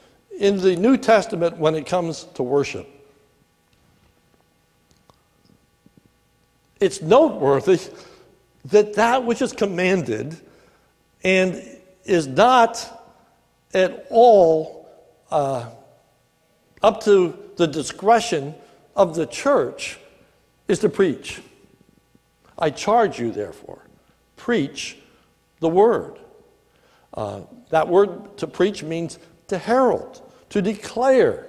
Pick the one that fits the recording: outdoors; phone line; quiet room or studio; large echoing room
large echoing room